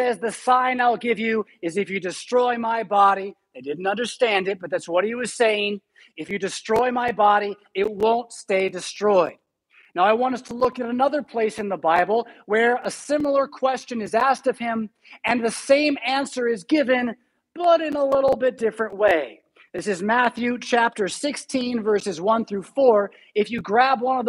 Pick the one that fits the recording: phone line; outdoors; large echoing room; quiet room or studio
large echoing room